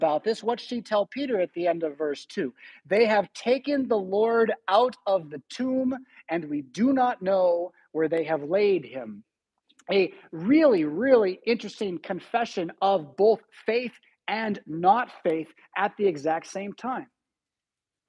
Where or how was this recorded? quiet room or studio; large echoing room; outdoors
large echoing room